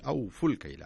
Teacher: أوفوا الكيلة، ما تقول أوفوا الكيلة، لا يصح أن تقول أوفوا الكيلة، تقول أوفوا الكيلة على طول، فهنا تدغم الألف الأولى في الألف الثانية وتصبح ألفا واحدة